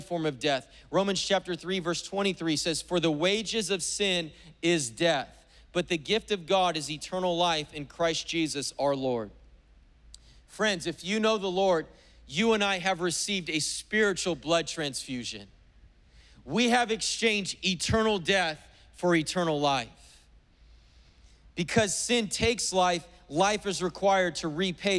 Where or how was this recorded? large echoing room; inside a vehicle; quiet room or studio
large echoing room